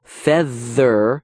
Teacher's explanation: Put your hand on your throat and say them both. Feather, feel your vocal cords buzzing there. · Term: voicing